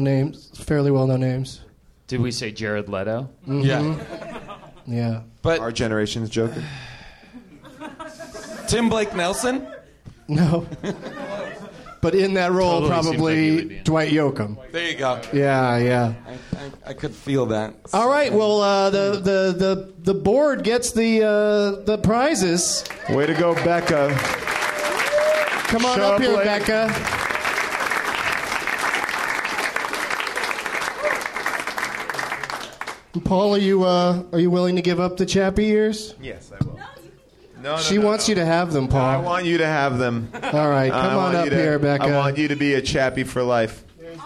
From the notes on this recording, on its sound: Live from the NerdMelt Showroom